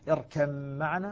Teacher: اركم معنا تصبح ميما مشددة إدغاما كاملا، تسقط الباء ذاتا وصفة فيها، كما هو الحال في مسألة الإدغام الكامل.